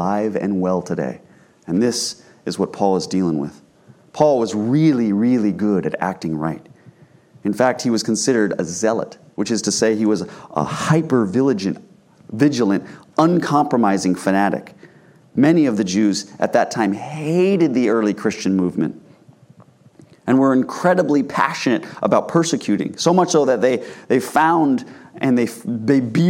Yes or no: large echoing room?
yes